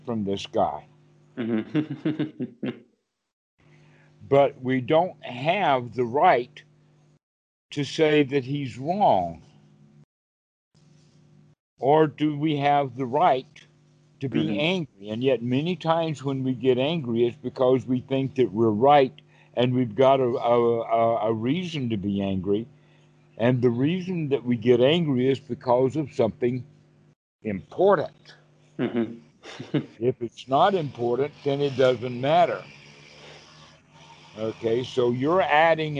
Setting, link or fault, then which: link, video call